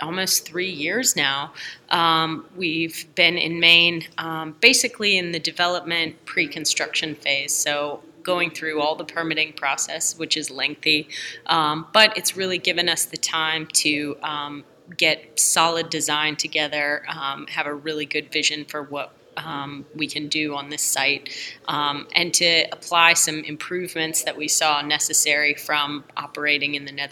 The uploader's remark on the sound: This episode was recorded during RASTECH 2022 Conference and Trade Fair at Hilton Head Island, SC.